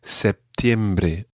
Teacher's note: In other parts, people say septiembre and have a small P sound in the middle